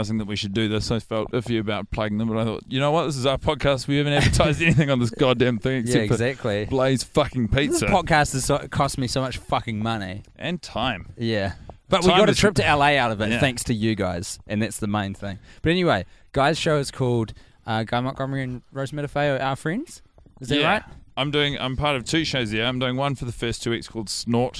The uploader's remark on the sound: The boys initial recording of this watch has been lost to the sands of time due to a technical glitch. Record it while walking about the neighbourhood at night.